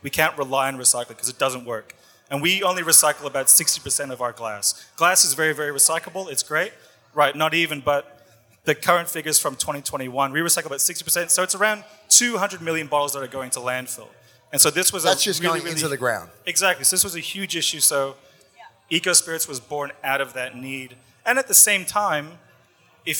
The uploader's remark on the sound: This is a recording of a panel chat that I hosted the other week in Sydney at Paramount Liquor’s Future Proof Forum. It was a great night, a number of different distilleries and brands were on hand offering samples, and we had a great audience to listen to three of the talks on the night.